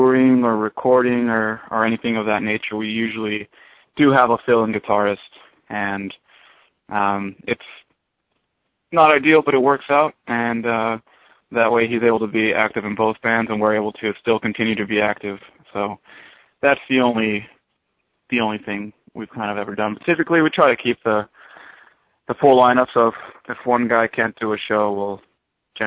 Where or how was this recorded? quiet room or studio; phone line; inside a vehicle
phone line